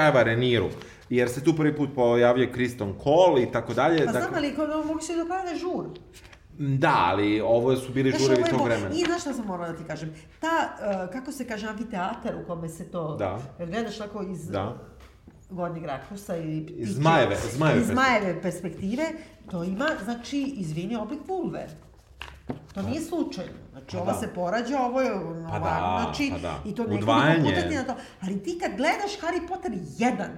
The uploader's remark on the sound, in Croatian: Dve epizode ZUT-a snimljene na nastupu pred publikom u našem novom i od sada stalnom prostoru za susrete sa vama, "Hartefakt Kućom".